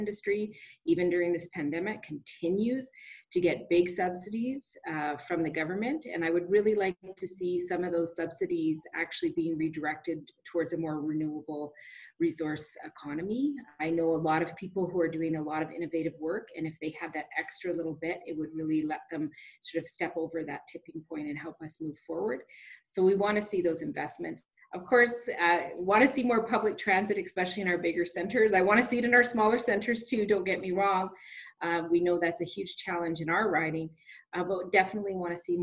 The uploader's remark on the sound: ZOOM townhall meeting /Cortes Radio broadcast with our MP.